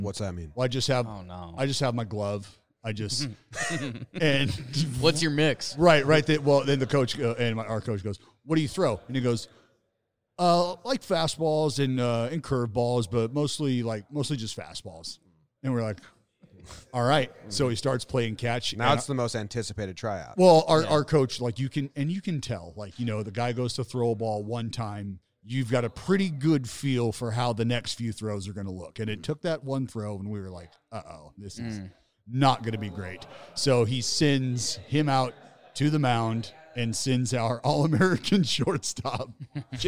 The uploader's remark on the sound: Joined Us At Winter Meetings